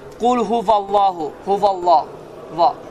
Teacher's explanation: Vav hərfinin məxrəcində dişlər dodağa toxunmur, qətiyyən.